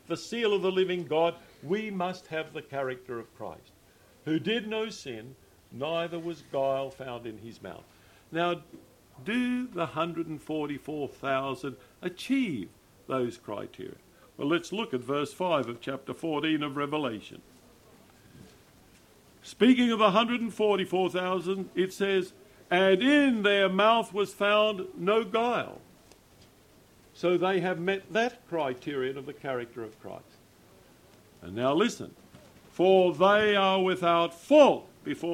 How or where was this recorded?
live audience